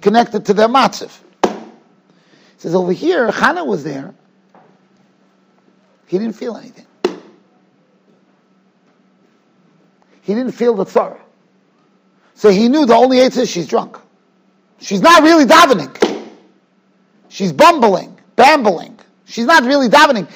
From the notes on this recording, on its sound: Shiur recorded in Yeshivas Ohr Reuven, Monsey, NY.